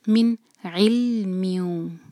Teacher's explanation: نون ساکن کے بعد عین آ رہا ہے حروف حلقی میں سے، تو یہاں ہمارا اظہار ہوگا